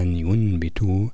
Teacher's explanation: هنا النون الساكنة قلبت إلى ميم بسبب مجيء الباء بعدها